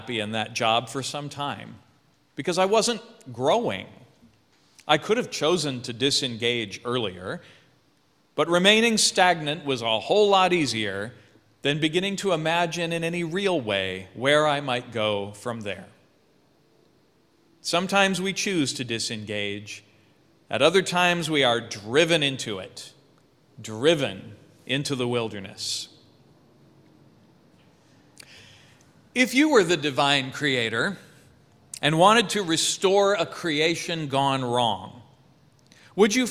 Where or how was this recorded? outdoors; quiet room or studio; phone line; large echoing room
large echoing room